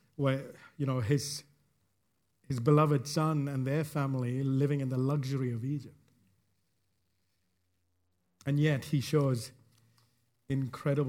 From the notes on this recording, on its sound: recorded live at Grace Community Bible Church